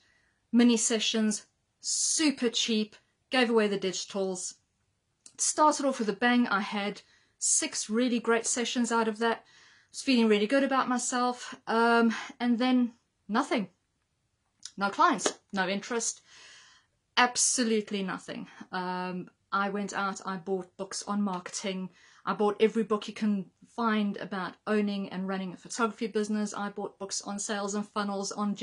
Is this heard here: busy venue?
no